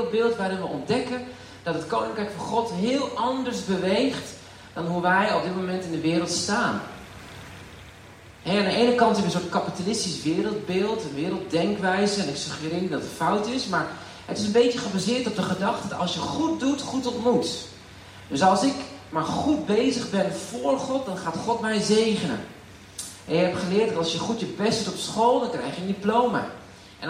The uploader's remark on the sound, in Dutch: Wegens omstandigheden met een telefoon opgenomen